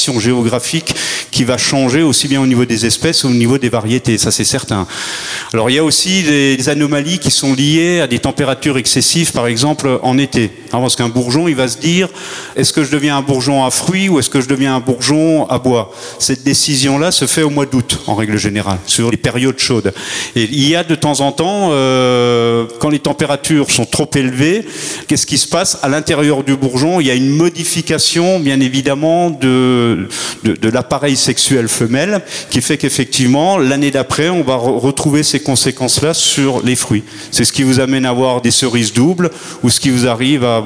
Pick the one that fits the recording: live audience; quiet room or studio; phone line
live audience